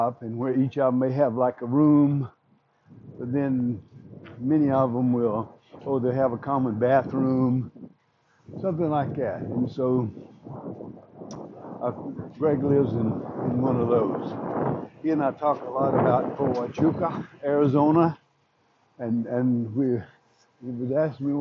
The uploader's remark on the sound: A first time doing this while walking.